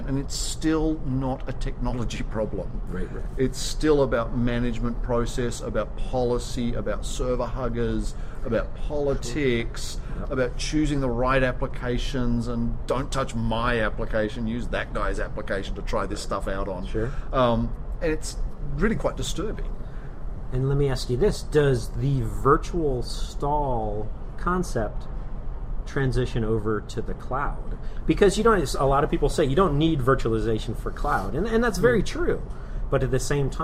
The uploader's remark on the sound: Live from CA World